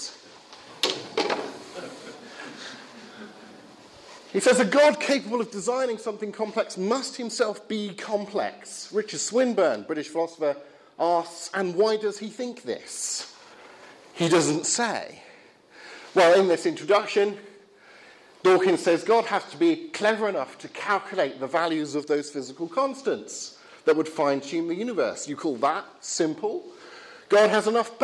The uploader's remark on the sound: Talk from the Reasonable Faith series at Highfield Church Southampton, Sunday 9th October, 2016.